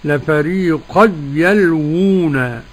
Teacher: لفريقا يلوون، عدم الغنى لخلف عن حمزة